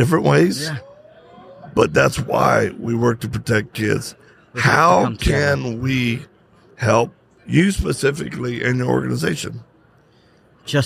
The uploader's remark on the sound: Live at AmFest